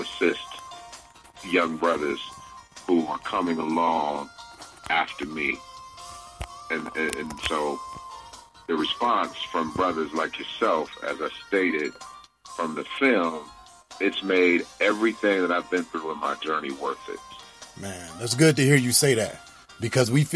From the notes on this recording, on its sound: phone interview